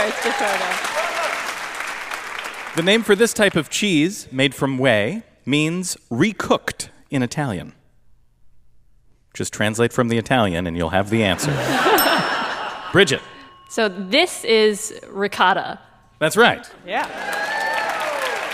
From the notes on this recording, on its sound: A super special episode recorded live at New York Comic Con Super Week.